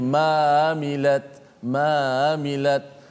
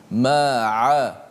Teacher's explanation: bila kita menyebut huruf ain ni lidah kita dia akan bergerak ke belakang sedikit · Shown in: second take